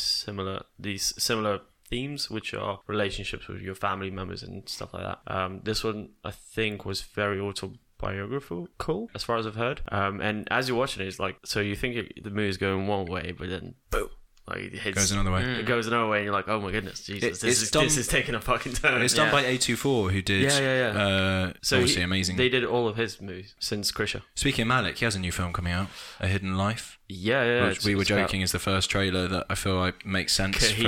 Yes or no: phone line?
no